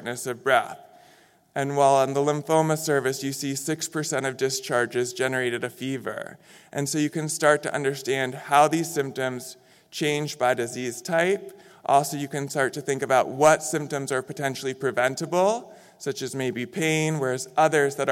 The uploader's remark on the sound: In this session recorded at DPHARM 2022